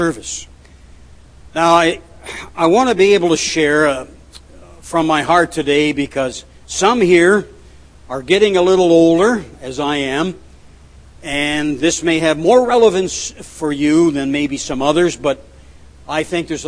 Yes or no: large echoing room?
yes